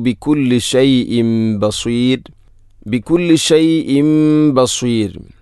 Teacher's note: അവിടെ ഷൈഇൻ എന്ന തൻവീനു ശേഷം ബ വന്നാൽ ഇഖ്ലാബ് എന്നതാണ്, തൻവീനിനെ മീമാക്കി മാറ്റുന്നു. ഷൈഇൻ ബസീർ എന്നത് മദ് ഇഅ്റാദുൽ സുക്കൂൻ, അതുപോലെ റായിനെ തർഖീഖാണ് ചെയ്യേണ്ടത്.